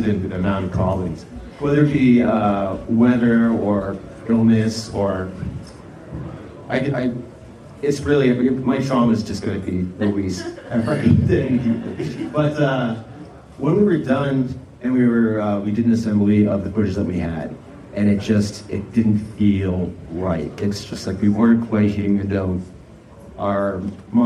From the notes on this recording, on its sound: Straight from the heart of the Sundance Film Festival. It's a collection of mini interviews with some incredible talents I had the pleasure of meeting in Park City, Utah.